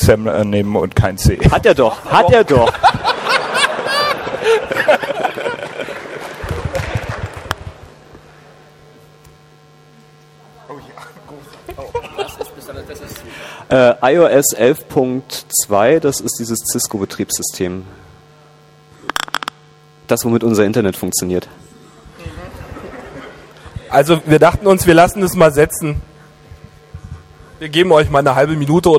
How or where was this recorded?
live audience